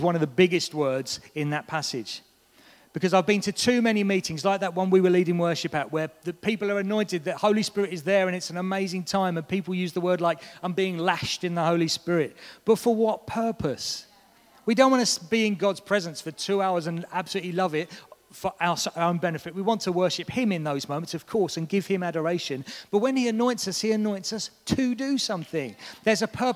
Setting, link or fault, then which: setting, large echoing room